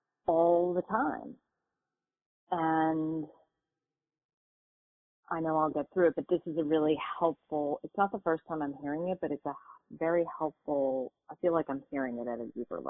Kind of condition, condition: link, phone line